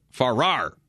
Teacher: accent is on the second syllable